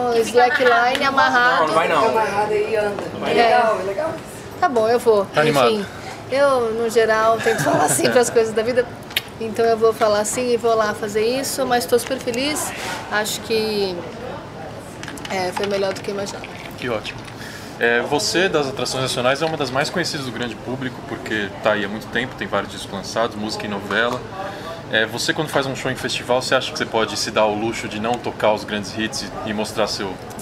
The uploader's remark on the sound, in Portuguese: Pela primeira vez em três datas aqui no Brasil, o Lollapalooza foi uma verdadeira maratona para público, artistas, jornalistas e outros profissionais ligados à música nesse fim de março. O podcast ficou nos bastidores, visitando os camarins de alguns artistas brasileiros e internacionais.